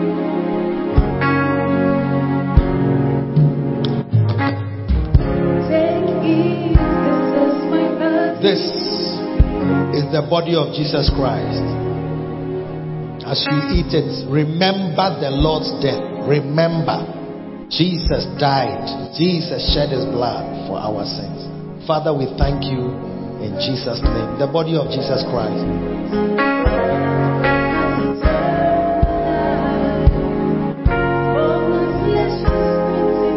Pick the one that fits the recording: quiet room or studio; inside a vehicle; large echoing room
large echoing room